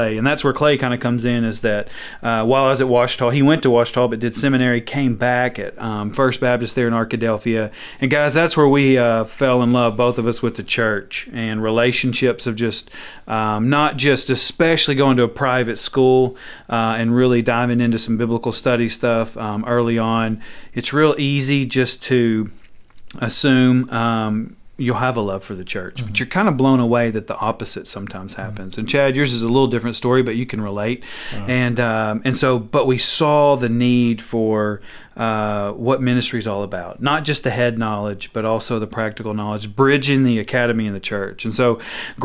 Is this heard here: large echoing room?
no